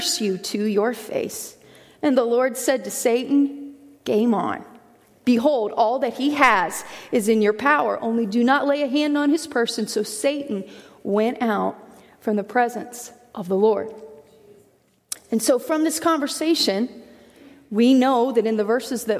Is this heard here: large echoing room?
yes